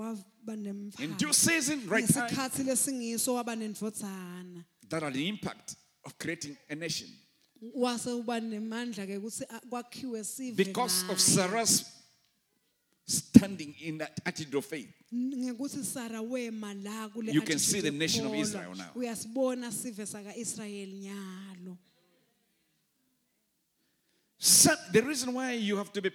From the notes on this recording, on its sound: Recorded Live at the Apostolic Hub, in Mbabane, Eswatini on Sunday March 20th.